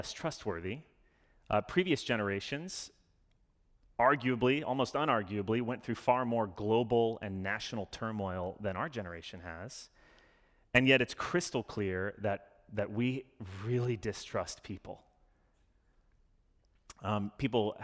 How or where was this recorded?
large echoing room